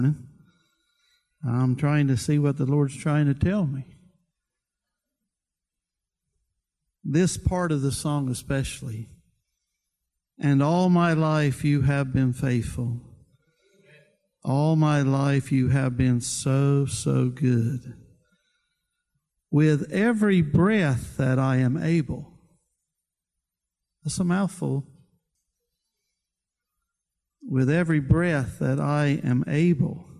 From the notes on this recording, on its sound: Preached at Seashore church of the Nazarene in Cape May, New Jersey.